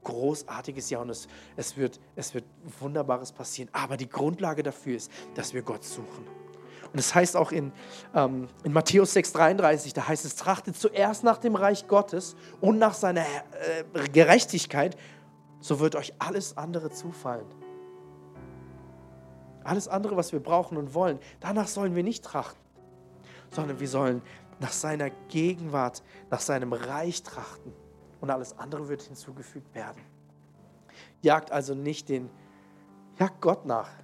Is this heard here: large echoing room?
yes